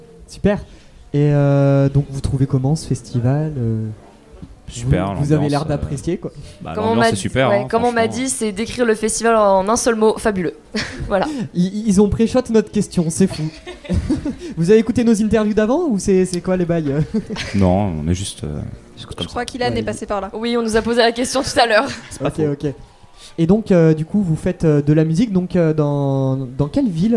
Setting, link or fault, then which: setting, busy venue